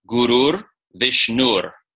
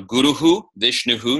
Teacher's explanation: It's declined, nominative singular, Visarga changes to R. So Guruhu, Vishnuhu changes to Gurur, Vishnur because of the following voiced sound. · Shown in: first take · That's normal Visarga Sandhi.